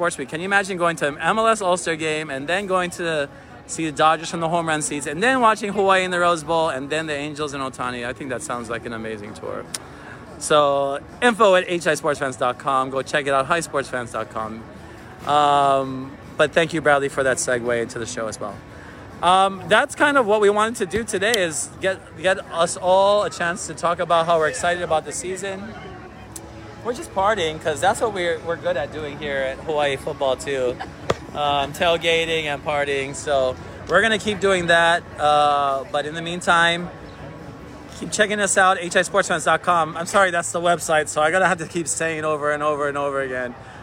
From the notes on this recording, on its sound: Live from Waikiki!